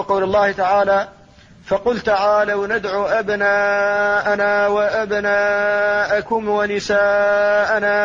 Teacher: وأهل بلادنا هذه في أغلب الأحيان يقلقلون الميم الساكنة قبل الواو والفاء · Term: قلقلة